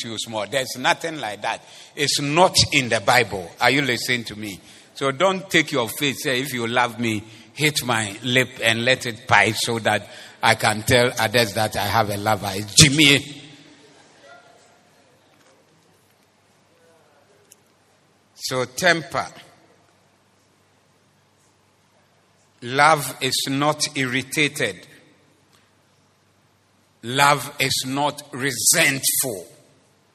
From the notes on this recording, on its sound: Preached at the Zeloo Service